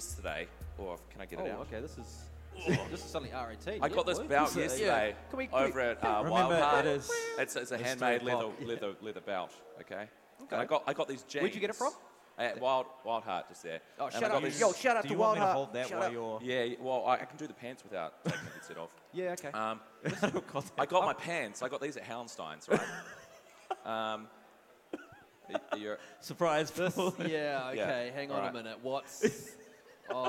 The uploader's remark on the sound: Trip to Wellington Armageddon. On the Omen Stage in front of a LIVE AUDIENCE.